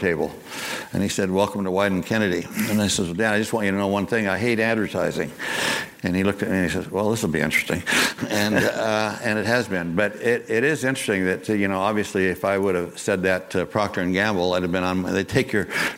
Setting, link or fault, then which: setting, live audience